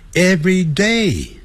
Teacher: every 跟 day 分开的时候，要念成 everyday，重音在 day 那个地方